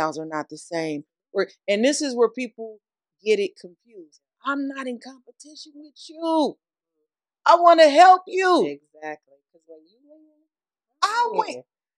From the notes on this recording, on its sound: Sorry about the audio my husband is learning the equipment.